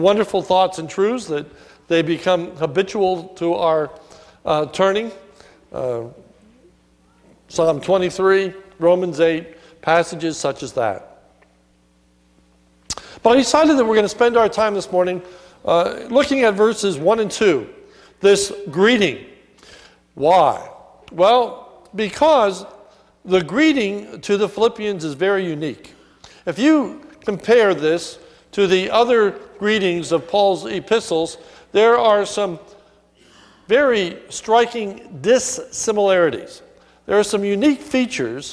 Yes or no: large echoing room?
yes